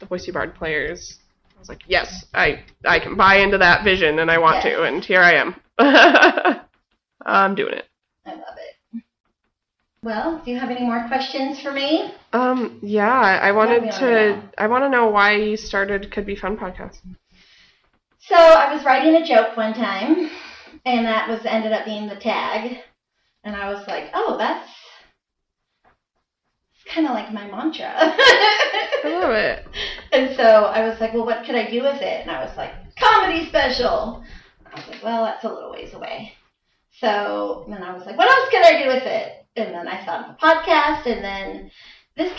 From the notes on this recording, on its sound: Still working on sound issues!